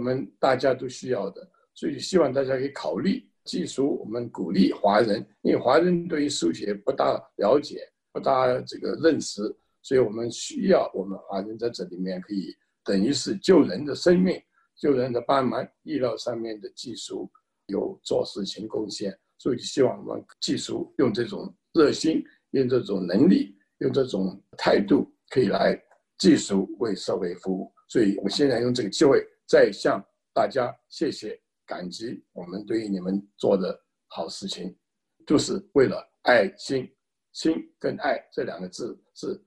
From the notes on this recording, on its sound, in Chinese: 西雅图“爱心午餐”新闻发布会。这是4月13日我在线上主持的一场新闻发布会的录音。